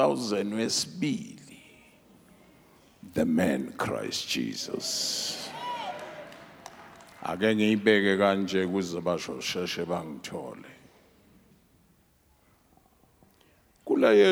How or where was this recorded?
large echoing room